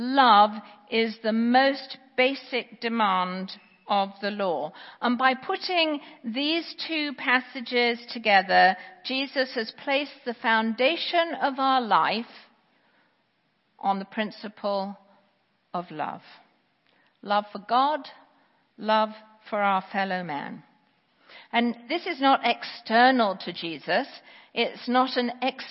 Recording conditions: large echoing room